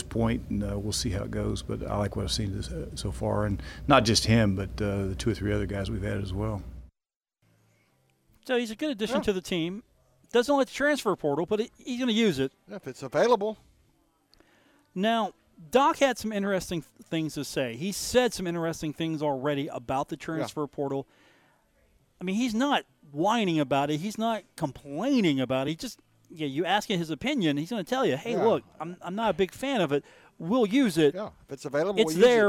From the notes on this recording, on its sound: Today from The Union Pub and Grill in Downtown Huntington